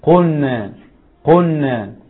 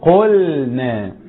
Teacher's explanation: وتلاقي اللام ضاعت في وسط النون · Shown in: first take · لا، أظهر اللام إظهار مطلق، قلنا.